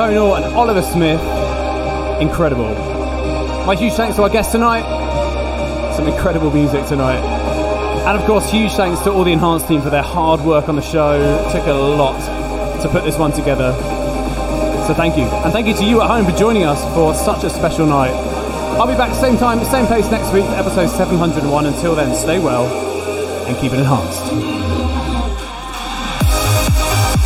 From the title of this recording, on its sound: Live from Basing House, London